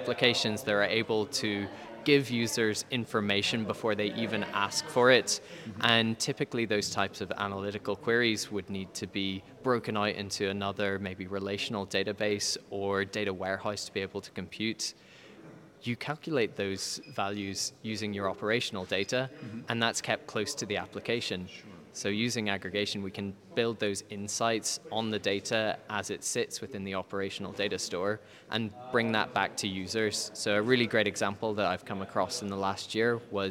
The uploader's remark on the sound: Live from .Local London